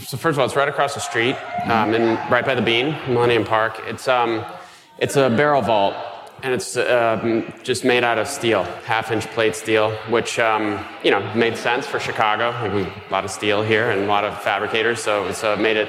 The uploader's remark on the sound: For our final live Mini-Session, recorded during our Next Up event at the Chicago Architecture Biennial.